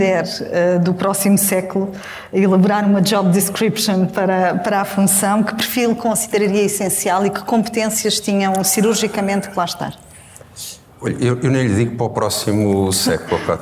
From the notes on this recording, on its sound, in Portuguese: Episódio especial ao vivo. Gravado ao vivo no lançamento da 20ª edição do prémio Primus Inter Pares.